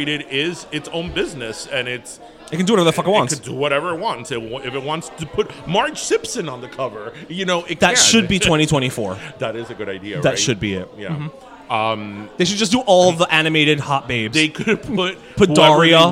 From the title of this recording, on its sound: we’re live from Dos Croquetas!!!